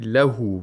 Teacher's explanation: We have ishba' of ha'ud dhamir here, where the ha is pronounced like with a wawul mad, with a long vowel waw